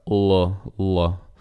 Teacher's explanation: la lettera L in russo in realtà si pronuncia L, L, questo suono una L scura potremmo dire . Prima delle consonanti, delle vocali che sono prodotte nel retro